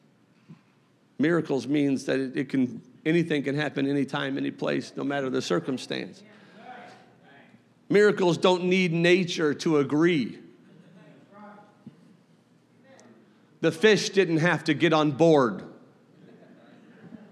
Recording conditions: large echoing room